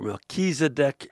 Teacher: the name of the priest Melchizedek pronounced with the accent on the second syllable